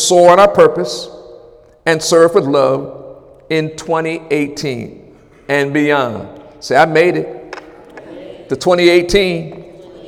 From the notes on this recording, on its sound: During Wednesday night service on January 10, 2018.